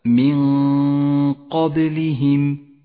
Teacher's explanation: الإخفاء عند قوله تعالى من قبلهم النون الساكنة وبعدها حرف القاف نخفي النون بالقاف مع بقاء غنة للنون زمنها حركتان تخرج هذه الغنة من الخيشوم ومن مخرج القاف متجافيا عنه قليلا هكذا من قبلهم وهي غنة